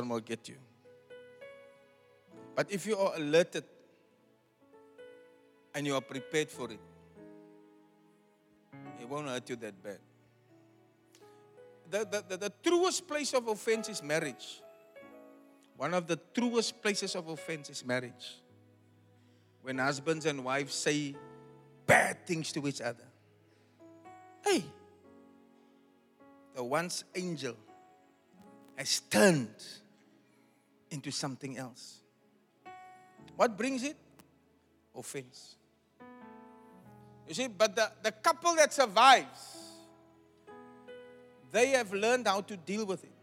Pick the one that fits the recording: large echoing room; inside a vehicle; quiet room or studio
large echoing room